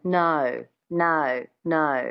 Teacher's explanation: adding that little schwa at the beginning of the O sound gives it that Australian twang